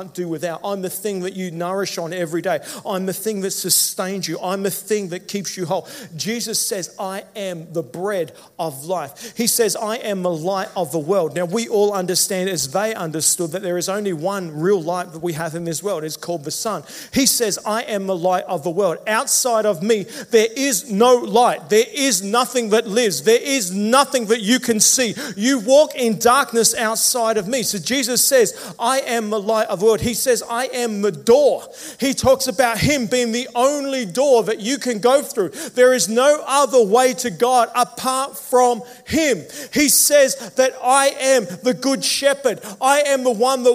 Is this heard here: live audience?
yes